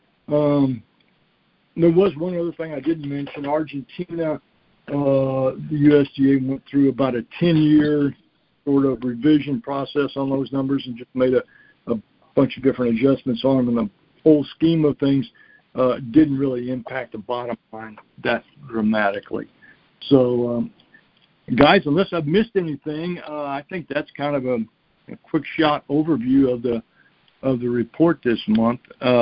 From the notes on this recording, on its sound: Monthly Cotton Conference Call.